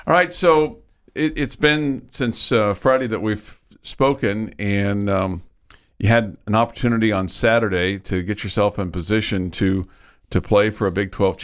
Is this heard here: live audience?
no